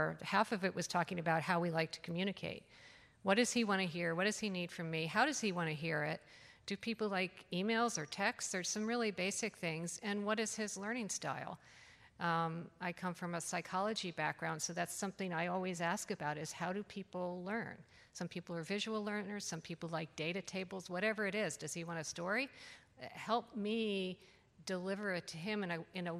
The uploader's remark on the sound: In this session, recorded at CMO Summit 2022, seasoned CMOs share their best practices.